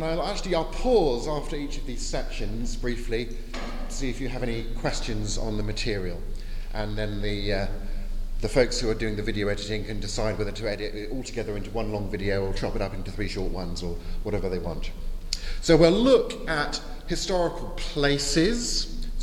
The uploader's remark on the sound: at the 2022 European Leadership Forum in Poland (with the Q&A times edited out)